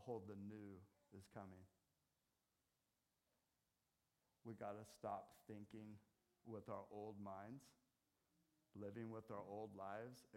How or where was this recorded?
large echoing room